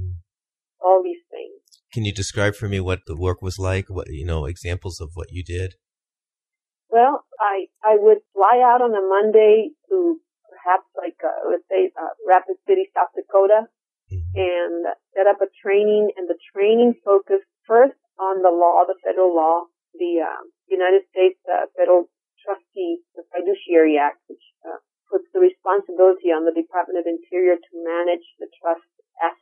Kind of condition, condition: link, phone line